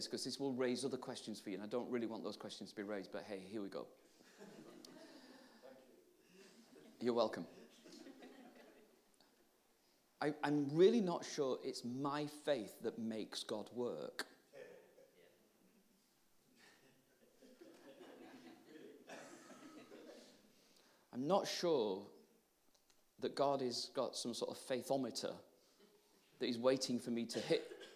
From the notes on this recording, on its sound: Live at Catalyst Hub. A live session from the most recent Catalyst Hub in Worcester.